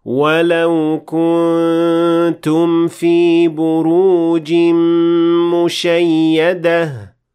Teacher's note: That's right, the noon in the word kuntum, which is an indication that the noon will not be fully pronounced in this case because of ikhfa